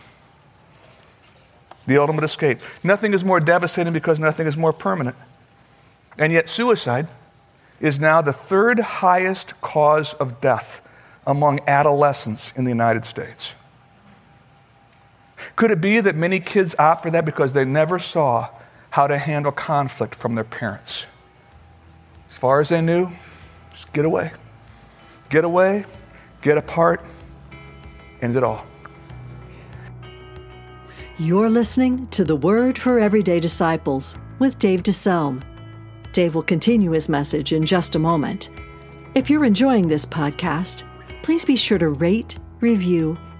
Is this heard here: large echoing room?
yes